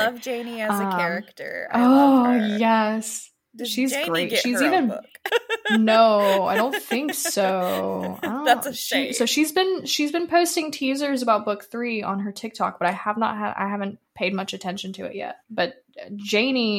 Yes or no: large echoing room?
no